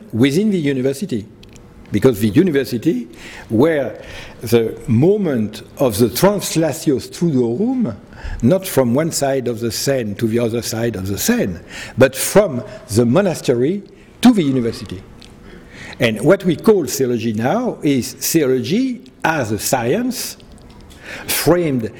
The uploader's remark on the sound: He delivered this lecture on November 10, 2010 at the University of Chicago's Swift Hall.